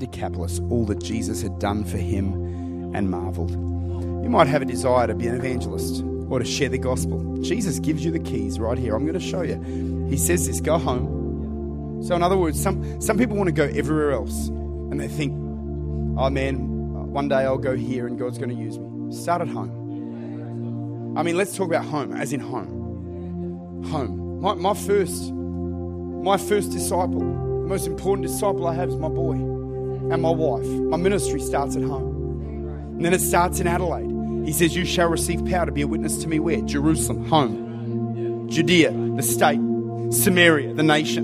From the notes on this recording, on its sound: Recorded at Lifepoint Church.